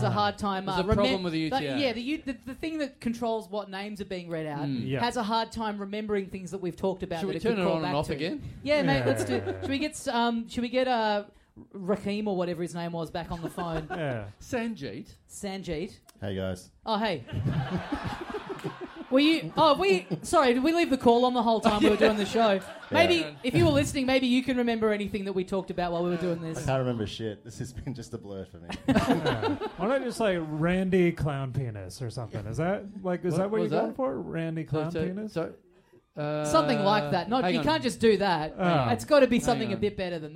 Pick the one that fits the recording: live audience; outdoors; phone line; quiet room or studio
live audience